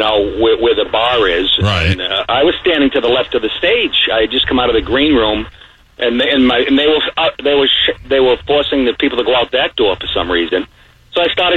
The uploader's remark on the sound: on the phone